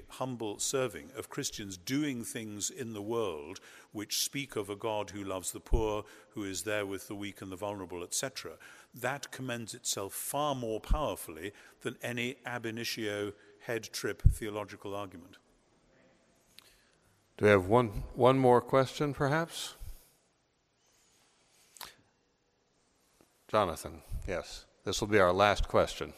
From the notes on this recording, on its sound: At Duke Divinity School’s Goodson Chapel as part of the McDonald Agape Foundation’s Conference on Revelation.